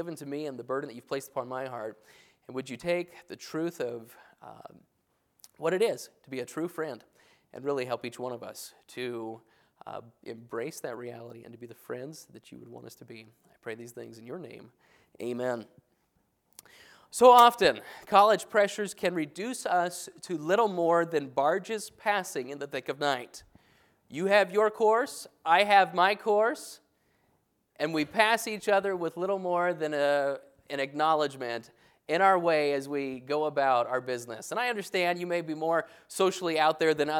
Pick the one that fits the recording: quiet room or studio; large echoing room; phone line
large echoing room